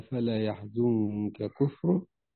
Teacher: لكون النون الساكنة تخفى قبل الكاف الأولى، فانتقل مخرجها إلى الخيشوم أو إلى قرب مخرج الكاف